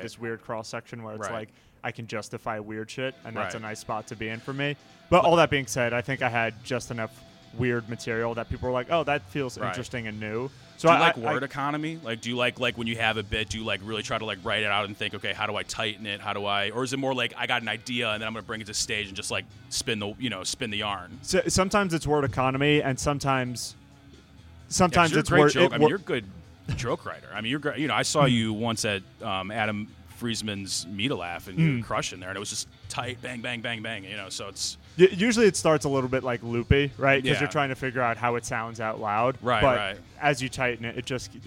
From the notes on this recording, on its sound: Recorded outside the comedy open mic at Wits End Saloon.